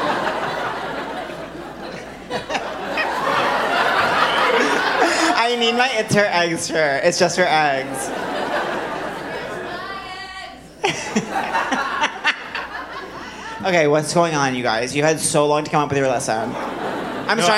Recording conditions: live audience